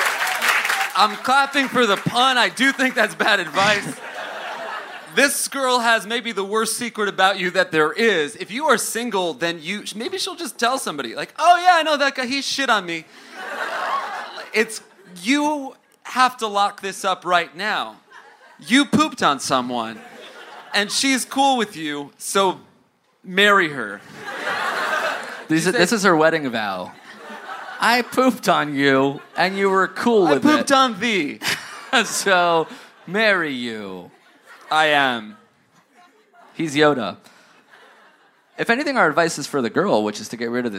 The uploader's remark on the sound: Live in Brooklyn! Recorded at "The Hall at MP" in Williamsburg, BK!